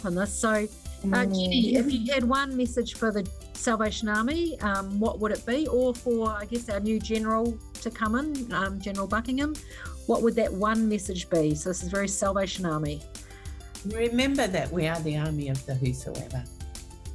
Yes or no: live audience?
no